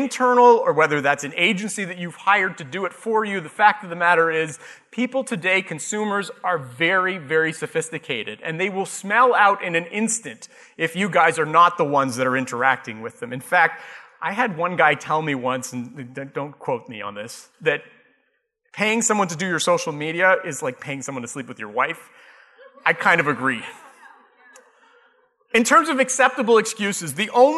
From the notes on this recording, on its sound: Live Broadcast at the The IPBC IGNITE Conference.